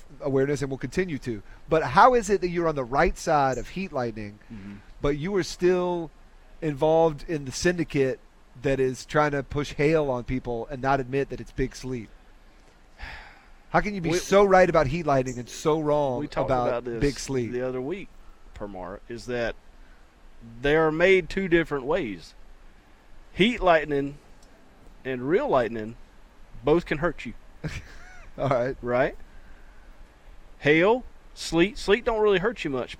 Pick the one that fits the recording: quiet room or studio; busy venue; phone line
busy venue